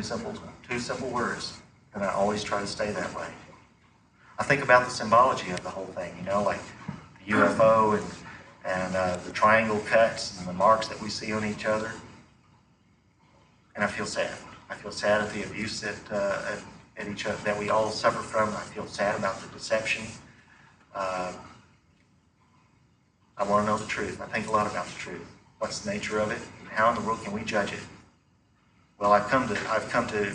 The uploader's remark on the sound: The audio quality is somewhat poor